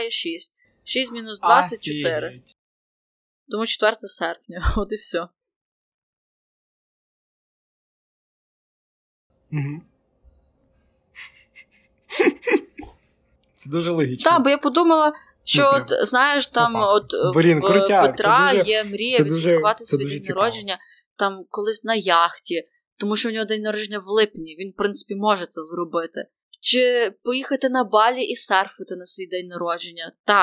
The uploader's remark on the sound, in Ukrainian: Ми знаємо, що звук у цьому випуску не дуже